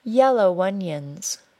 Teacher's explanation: Yellow onions was linked with a W sound.